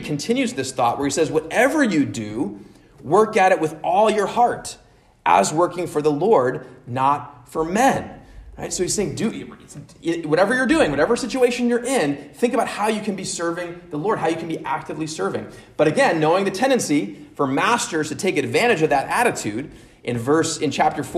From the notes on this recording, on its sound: At Immanuel Lutheran Church in Pasadena, CA.